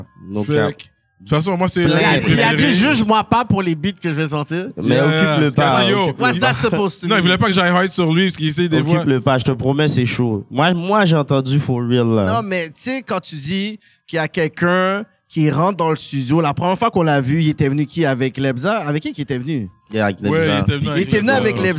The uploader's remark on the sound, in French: Une émission spéciale filmé en direct du Zoofest. Sur notre première expérience de show live.